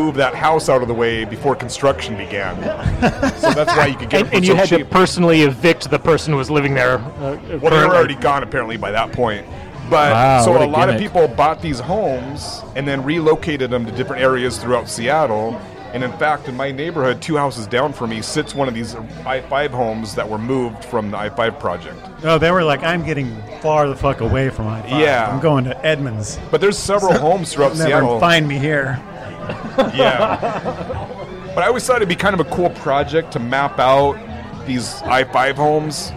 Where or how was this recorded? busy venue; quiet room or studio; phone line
busy venue